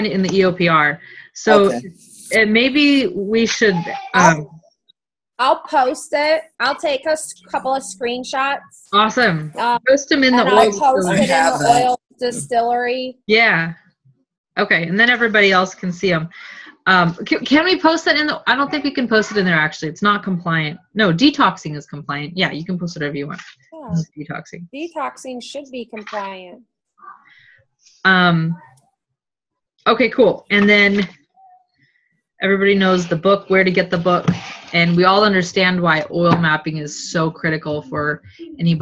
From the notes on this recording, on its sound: OLDEST Zoom call recorded! One of only TWO Zoom calls we recorded from the Seattle house attic!